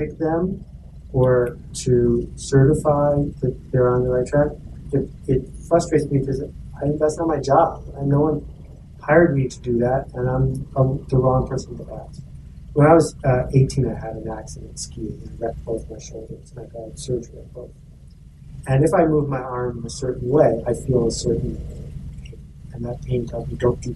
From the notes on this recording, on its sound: We’re doing a rerun today. The audio and my discomfort in this episode makes me cringe.